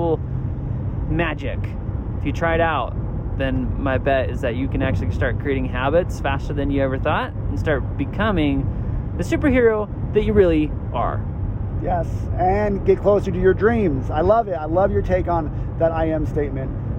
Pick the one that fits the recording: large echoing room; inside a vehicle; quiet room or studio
inside a vehicle